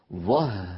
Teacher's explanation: هل رأيتم الهاء كيف أن صوتها ممطوط لأنها حرف رخو